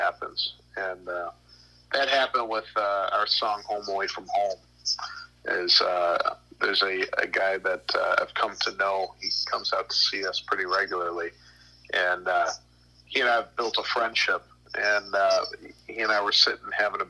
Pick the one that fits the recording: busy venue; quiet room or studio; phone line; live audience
phone line